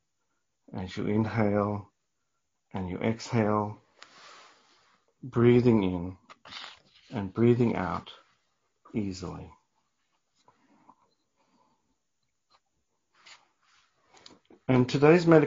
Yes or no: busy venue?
no